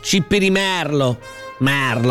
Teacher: La parola si pronuncia con la E aperta